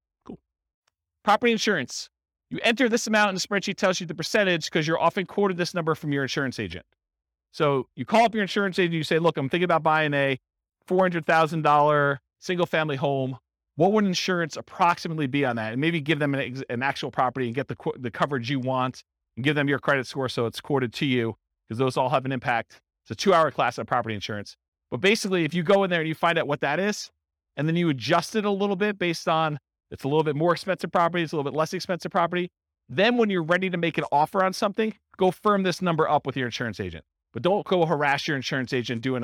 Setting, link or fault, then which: setting, live audience